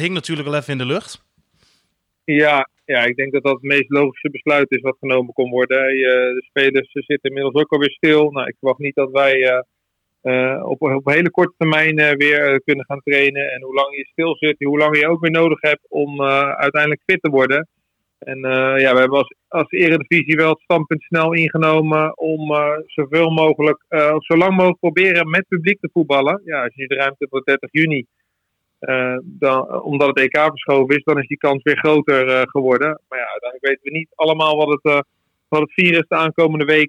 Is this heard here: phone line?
yes